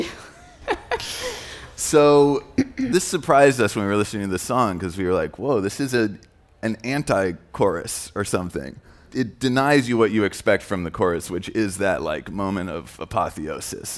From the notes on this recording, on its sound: Live from SXSW.